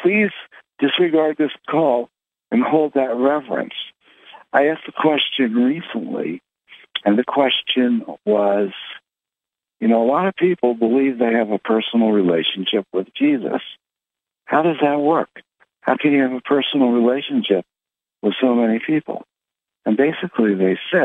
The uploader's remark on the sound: Conference Call LIVE